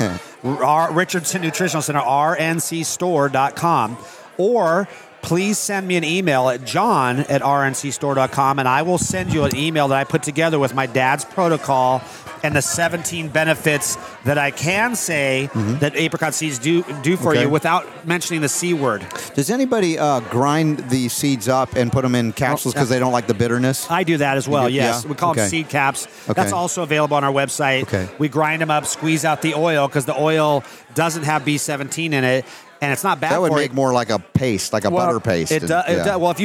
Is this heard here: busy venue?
yes